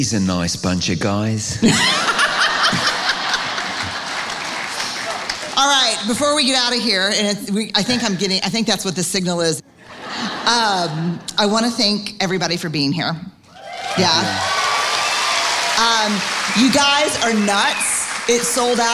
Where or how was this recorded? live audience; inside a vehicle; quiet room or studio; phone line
live audience